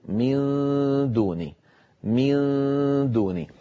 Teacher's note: لما أنطق النون الساكنة عند الدال لا أقرع بطرف اللسان مخرج الدال، وإنما أجعله قريبا منها جدا. وأنطق الغنة من، اسمعوني جيدا، من الآن، هذا غار الحنك وهذا مخرج الدال، لا ألصق لساني في مخرج الدال، لا ألصقه، ولكن أجعله قريبا جدا.